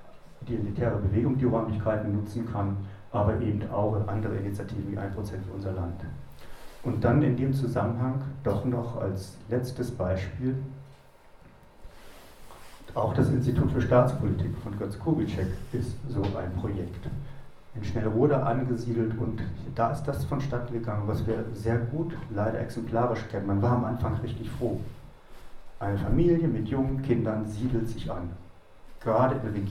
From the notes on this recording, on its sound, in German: Der nachfolgende Beitrag ist ein Mitschnitt eines Vortrags